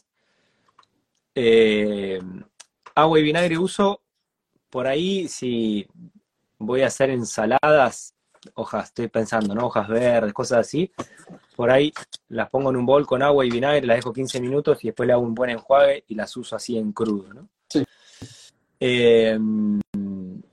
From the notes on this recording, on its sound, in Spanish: Audio de la charla en vivo por Instagram